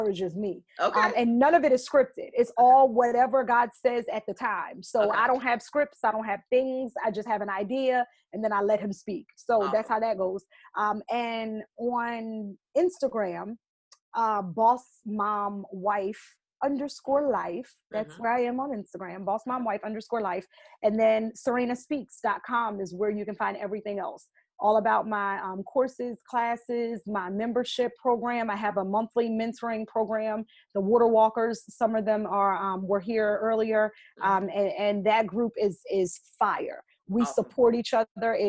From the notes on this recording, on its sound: This is a recording of a recent webinar.